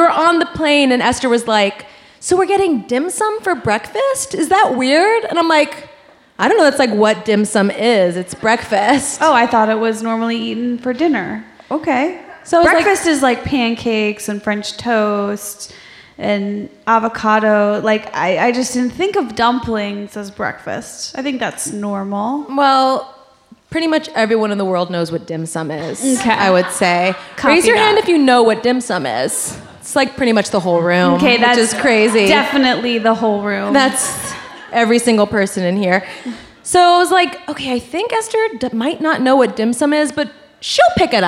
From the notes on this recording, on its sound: Glowing Up LIVE from San Francisco!!! On the third and final stop of their Sephora tour.